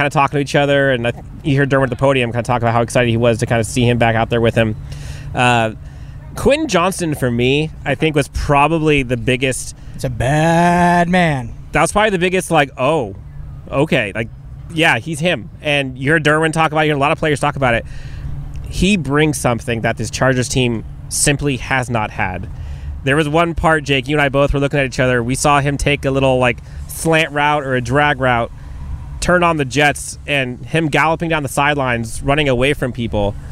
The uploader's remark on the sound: LIVE FROM TRAINING CAMP